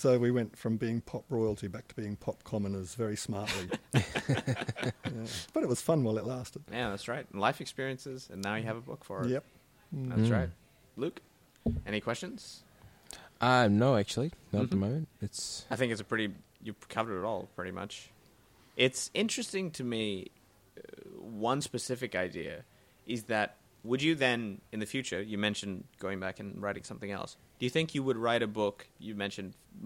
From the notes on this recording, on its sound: Recorded live at the Brunswick Street Bookstore.